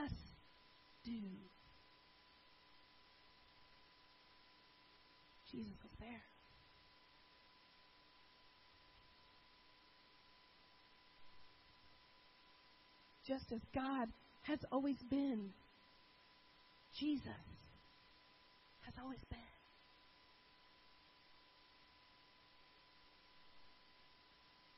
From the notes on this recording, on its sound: This sermon was delivered and recorded at Northpoint Community Church in Beaumont, Tx.